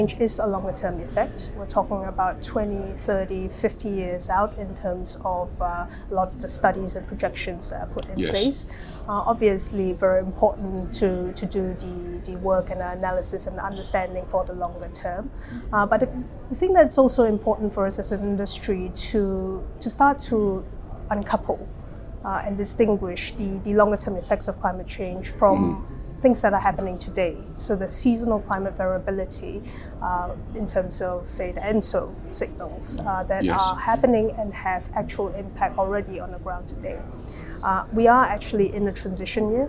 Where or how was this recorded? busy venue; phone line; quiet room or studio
busy venue